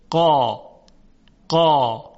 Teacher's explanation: میبینیم که صدای این حروف صدای درشتی است. اگر دقت کنیم در تلفظ این حروف انتهای زبان به طرف بالا میل پیدا میکنه